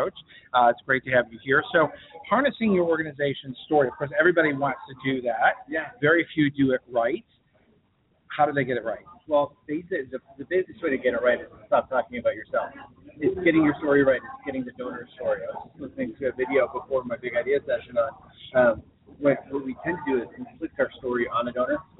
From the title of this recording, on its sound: LIVE from BBCON 2015 - The Blackbaud Conference